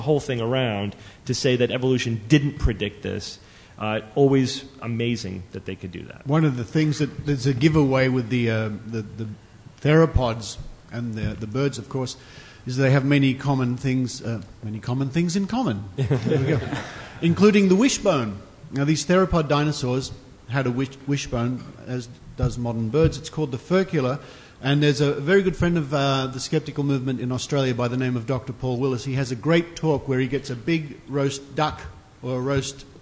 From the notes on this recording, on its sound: Live from TAM 2012